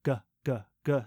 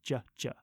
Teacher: the first G is a hard G. It makes the g, g, g sound. But the second G is a soft G. It makes the j sound, like a J, like j, j.